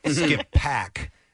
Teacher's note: Like emphasis on pack.